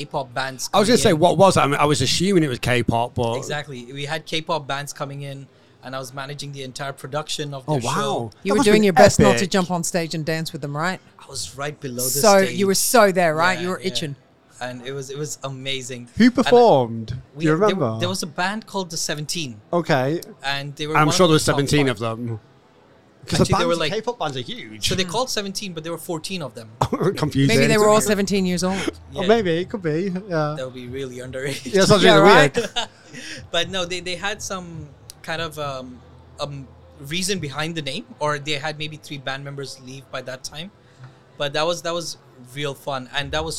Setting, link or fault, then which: setting, busy venue